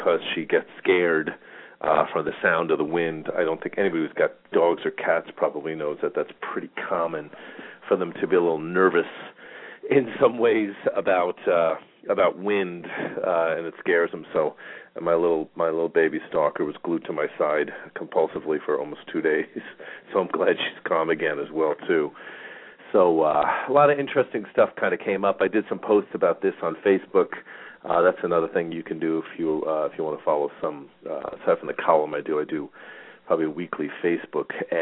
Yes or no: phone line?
yes